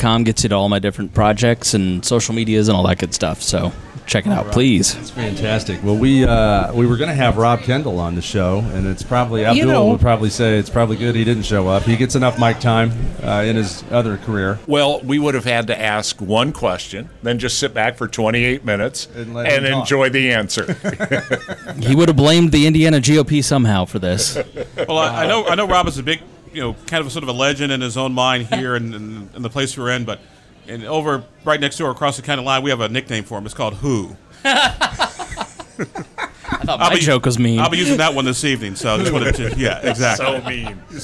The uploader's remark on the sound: Recorded live on location at the Brownsburg American Legion, featuring A Night Of Comedy to benefit the Brownsburg Older Adult Alliance.